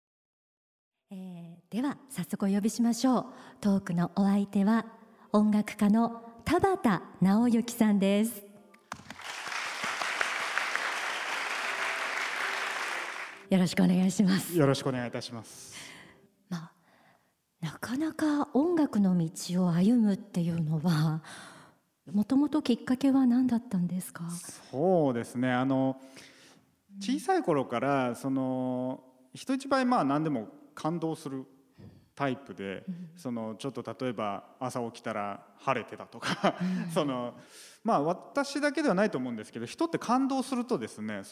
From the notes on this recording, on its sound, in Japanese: 8月8日に行われた、公開録音の模様をお届けします。